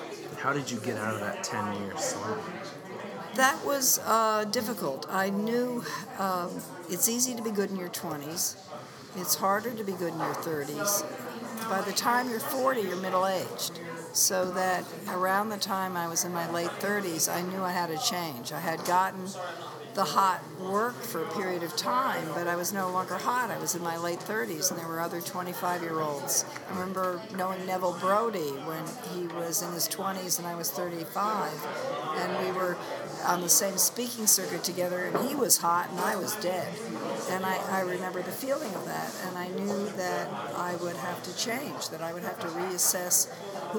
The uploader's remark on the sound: My first night at AIGA Minnesota’s Design Camp. I was at a special pre-conference dinner for the speakers, sponsors and media for the event.